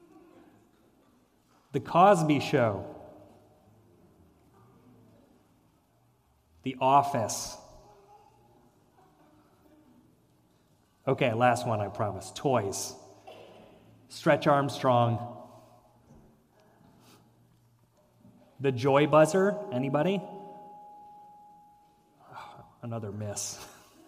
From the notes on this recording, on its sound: sermon and reflection at Fairmount Presbyterian Church